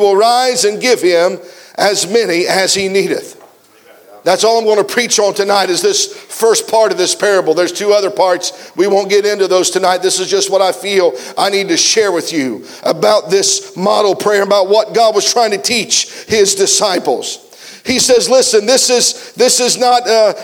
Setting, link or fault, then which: setting, live audience